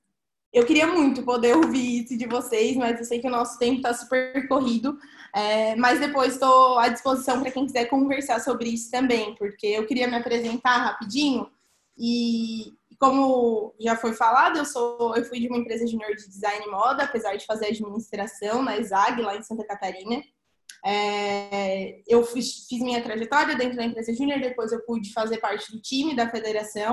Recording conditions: video call